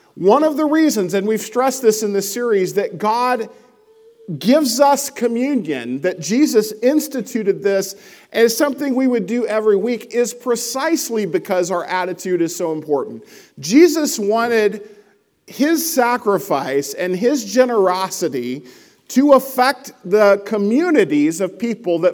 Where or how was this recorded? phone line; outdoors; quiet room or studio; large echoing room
large echoing room